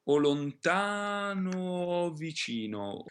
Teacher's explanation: So I make a little bit of a double O. I would say hold the O a little longer to make sure that we understand that there are two. Yeah, so that we really hear that there are two sounds there, but that there should be two sì, vowels there.